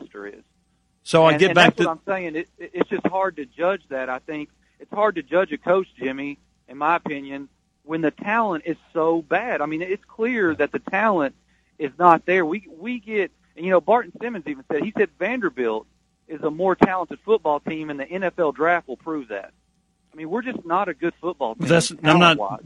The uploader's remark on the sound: take phone calls on the show